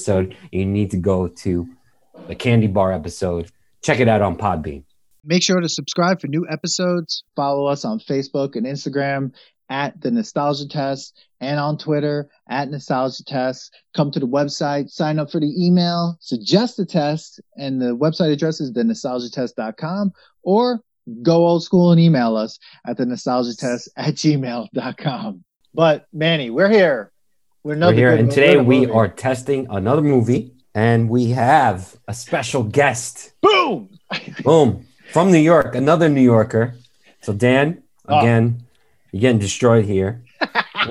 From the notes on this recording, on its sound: on Zoom so there are some small sound discrepancies